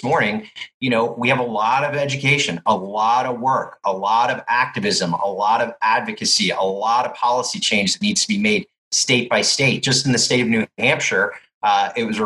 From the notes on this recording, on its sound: meeting online for last week’s live webinar